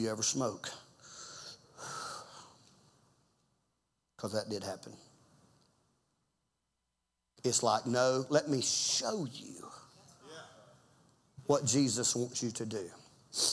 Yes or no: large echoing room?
yes